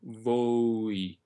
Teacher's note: When the O changes to E It needs to stay an O right up until that moment and not go through the oo sound.